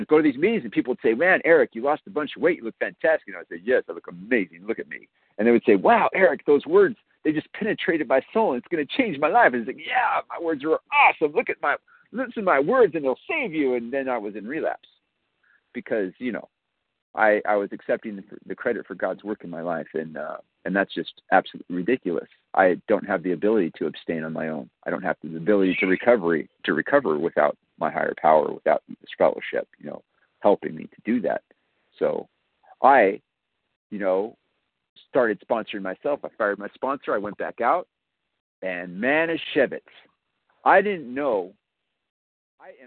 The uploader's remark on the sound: 100 Pounders Phone Meeting